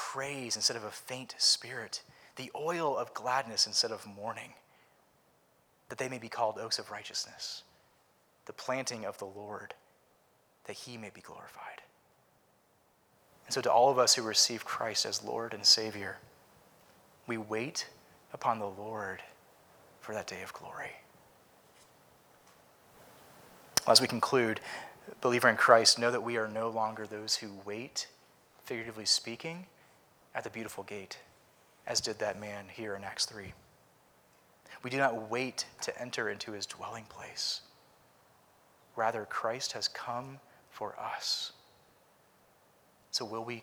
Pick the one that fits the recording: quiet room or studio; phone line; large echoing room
large echoing room